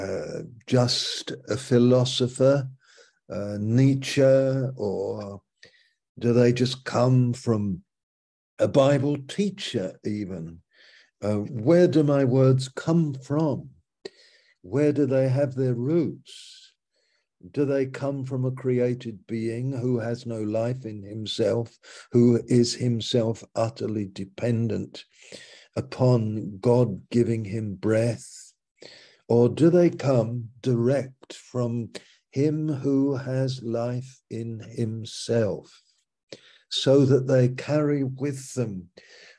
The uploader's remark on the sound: Malaysia Meets (Zoom)